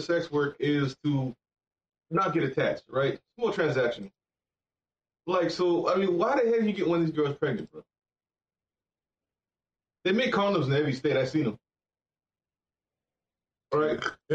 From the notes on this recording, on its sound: We would like to take this time however to apologize for the audio. The cameras we used for conferences allowed us the opportunity to do a lot of editing on the back end to create the best listening experience we could.